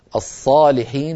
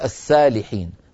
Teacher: كترقيق الصاد، الصاد إن ترققت صارت سينا، وتفخيم السين، السين إن تفخمت صارت صادا